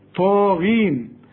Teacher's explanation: قالوا اعلى درجات التفخيم القاف، يا ويلنا، شوف الياء هنا مرققة ازاي، إنا كنا خدناه طاغين، طا أعلى درجات التفخيم والغين آخر درجات التفخيم لأنها مكسورة